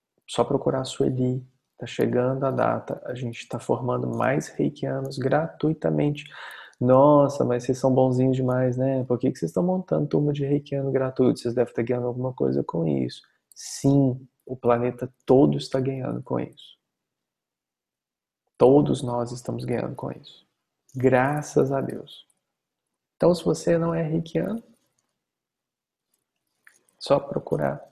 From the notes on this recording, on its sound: Online via Zoom